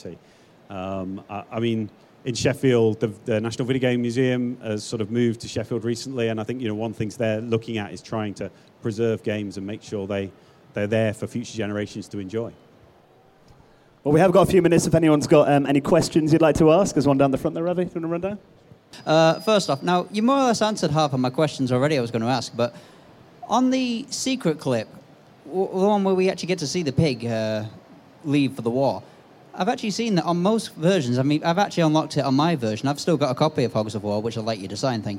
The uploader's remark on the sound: Panels recorded live at PLAY Expo Manchester.